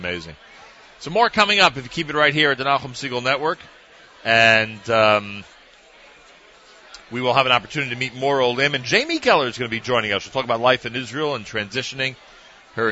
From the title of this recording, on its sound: Live from the Nefesh B'Nefesh Aliyah Mega-Event at the Crowne Plaza Times Square (1605 Broadway) in NYC